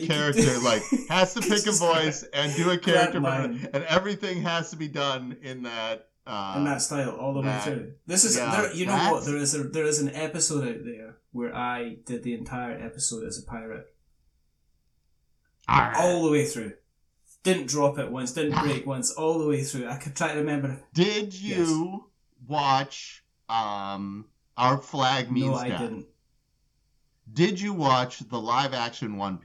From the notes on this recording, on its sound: For some reason it sounds like I recorded this on the other side of the room. It's not a podcast unless you have one episode with technical issues..